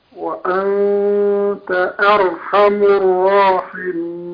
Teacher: أرقق الهمزة وبعدين فخم راء أر